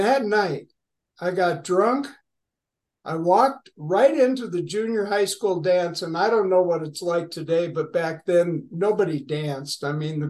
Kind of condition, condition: link, video call